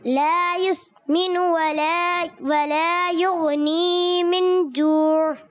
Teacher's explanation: یغنی یہاں یا مدہ اس کو ایک الف لمبا کریں گے